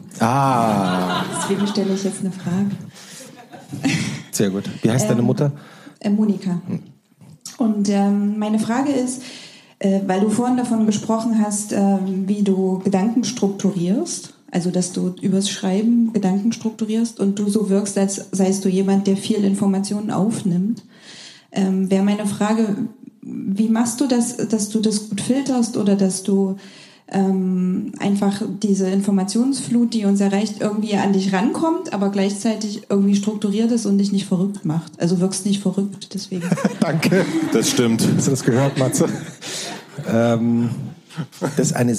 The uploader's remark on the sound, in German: Live vor Publikum in Leipzig interviewt.